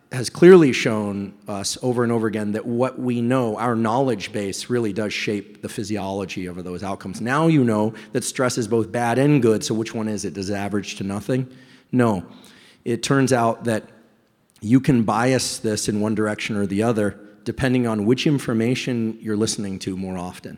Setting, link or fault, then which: setting, live audience